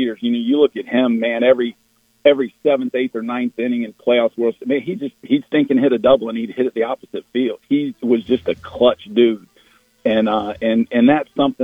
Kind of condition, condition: link, phone line